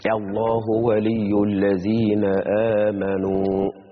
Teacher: البدل هنا فيه ثلاثة أوجه: القصر والتوسط والمد